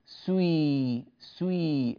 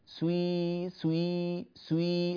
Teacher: نبدأ السين بضمة ثم نكسرها سوي سوي أبيهم سوي أبيهم لوطا سوي سوي سوي، الآن أضم شفتي في أول السين وأعود سوي سوي سوي، هكذا. · Term: الإشمام